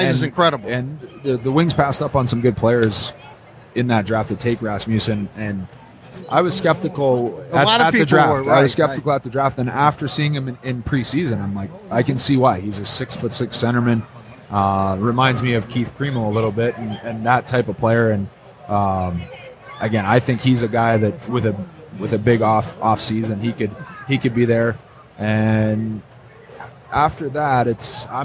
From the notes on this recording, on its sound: Live from Motor City Comic Con